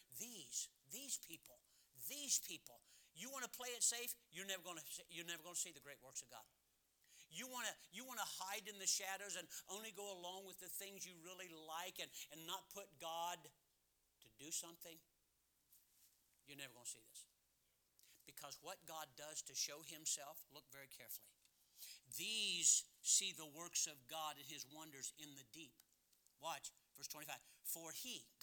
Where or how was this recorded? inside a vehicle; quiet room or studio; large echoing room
large echoing room